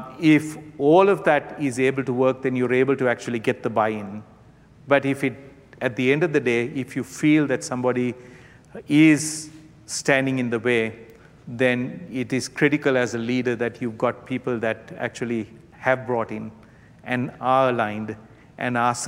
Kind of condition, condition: setting, live audience